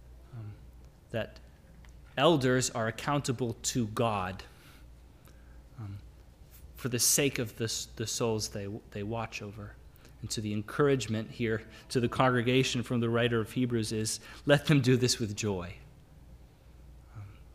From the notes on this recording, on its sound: Sermon audio from the LBC worship service on Sunday, February 13, 2022.